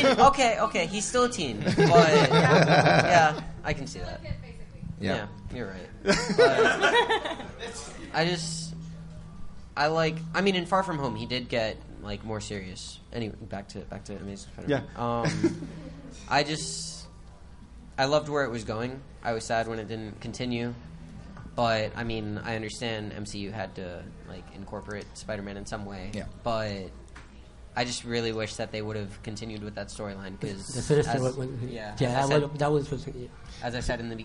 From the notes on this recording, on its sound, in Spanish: El cual fue grabado ¡EN VIVO! Desde la tienda The Bookmark en San Patricio Plaza.